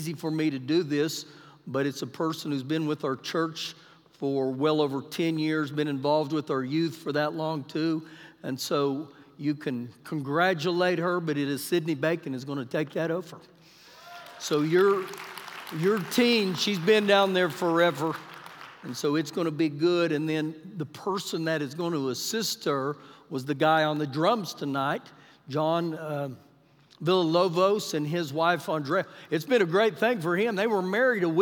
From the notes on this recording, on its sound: Recorded live during our Wednesday night service